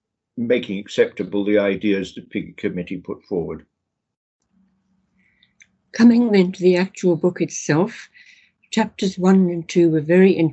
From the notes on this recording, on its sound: The interview was recorded online